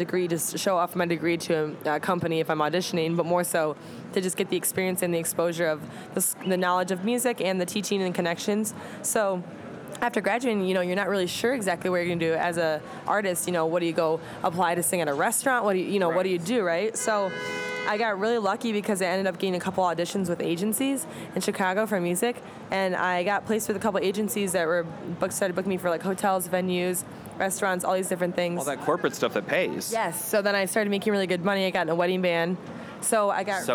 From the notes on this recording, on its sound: Interview recorded at SXSW 2018.